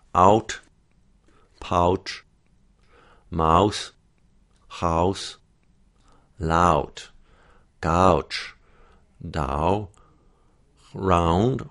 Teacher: Ow, we head towards an oo sound. · Term: ao diphthong